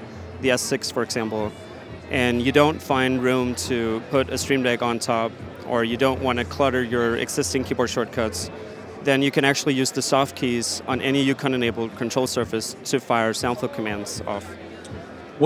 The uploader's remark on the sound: With NAMM 2023. All of the guests for this episode were recorded on my recent trip to NAMM 2023.